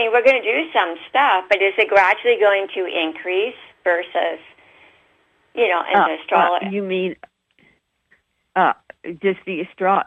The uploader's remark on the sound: OUR Show this week is a live call-in